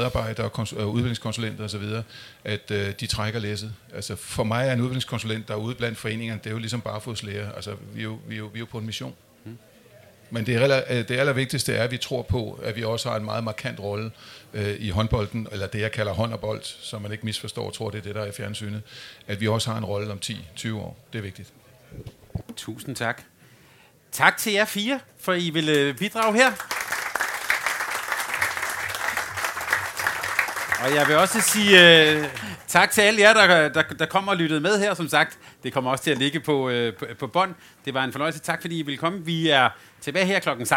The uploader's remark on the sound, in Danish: Optaget live lørdag den 17. Juni 2023 hos Dansk Håndbold på Folkemødet.